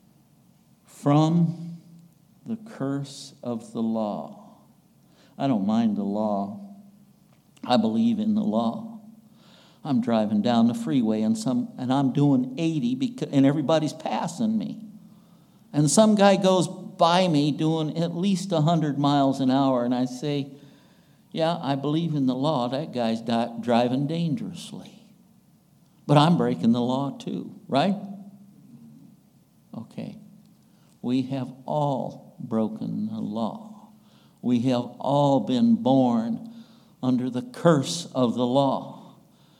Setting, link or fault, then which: setting, large echoing room